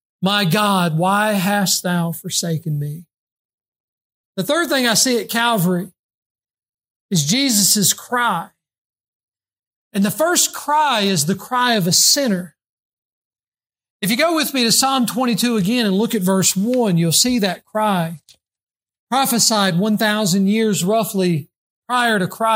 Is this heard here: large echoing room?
yes